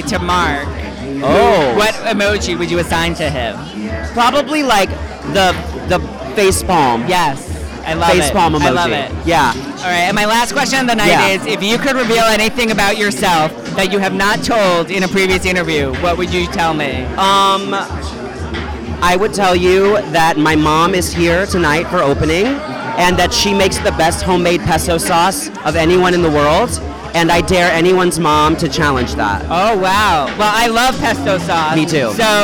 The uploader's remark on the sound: Recorded at Blue Ribbon in NYC, I am on the red carpet at the Opening Night party of the new hit Off-Broadway Musical Emojiland chatting with the cast and creative team.